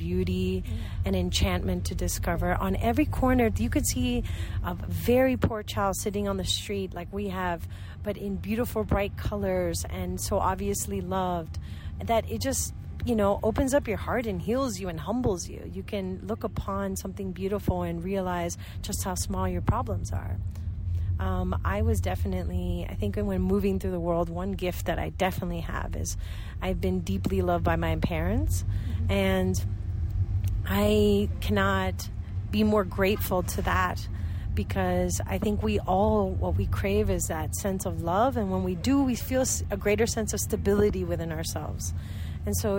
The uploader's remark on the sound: Live from a Guatemalan chicken bus